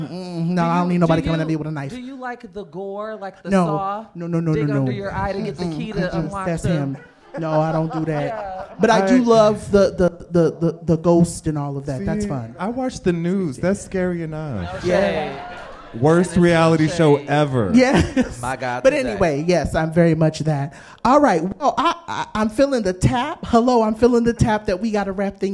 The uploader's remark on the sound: the inaugural "BFF Experience" live show